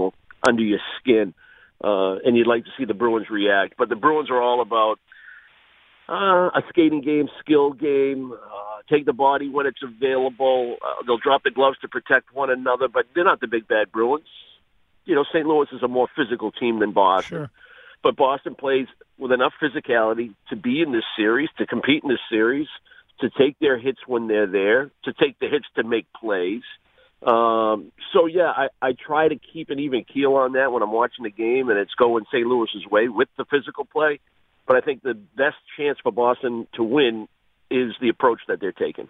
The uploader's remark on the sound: calls into the program this morning